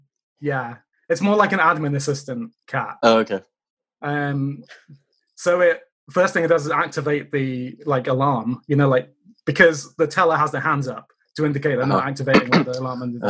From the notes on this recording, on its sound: Play listener-created games with callers via Zoom!